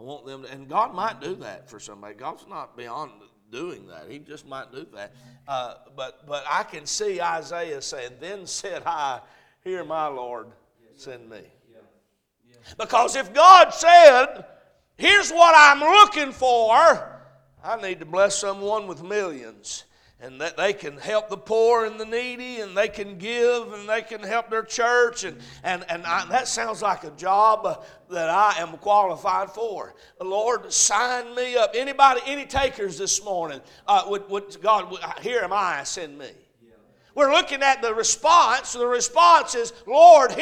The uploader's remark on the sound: A message preached at Crossroads Baptist Church